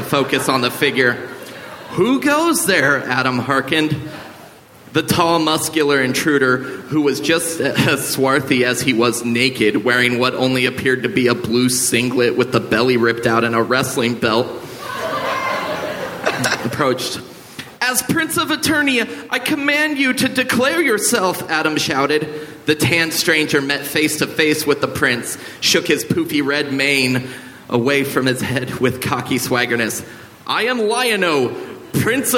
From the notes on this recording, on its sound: Recorded at the Nerdmelt Theater.